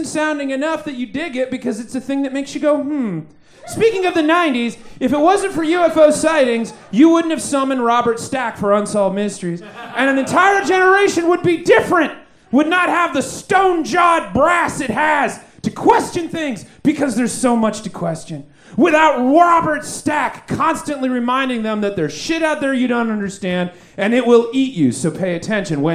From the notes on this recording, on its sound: Recorded LIVE at Chicago’s Historic Green Mill Lounge on June 10th 2023